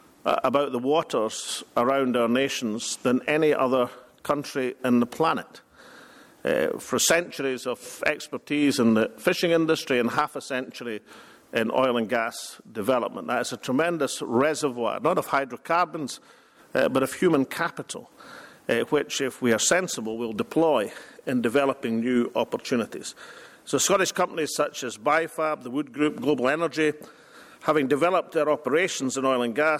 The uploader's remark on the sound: First Minister speaks at International Renewables conference in Bergen.